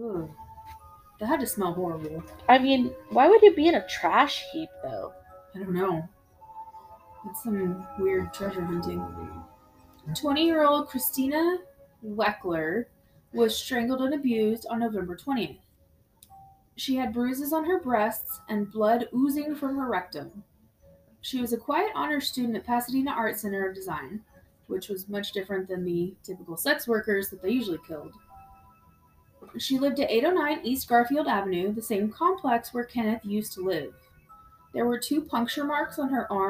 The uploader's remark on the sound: Excuse the technical issues.